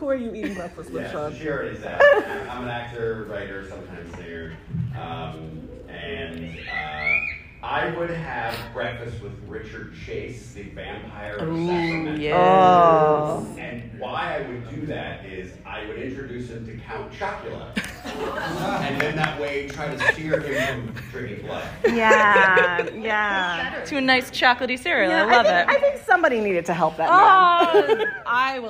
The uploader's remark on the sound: LA Comic-Con Panel 2023